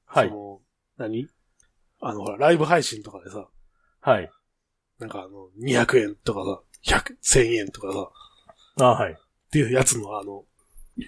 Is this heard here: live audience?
no